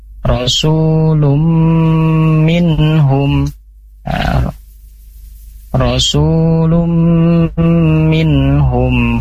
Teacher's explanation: bacanya melebur sambil dengung · Term: idgham biguna